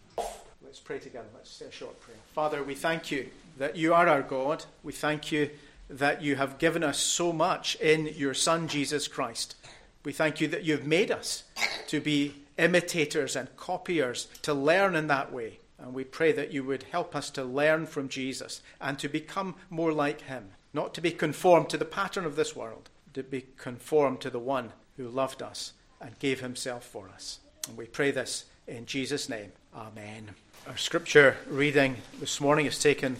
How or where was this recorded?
large echoing room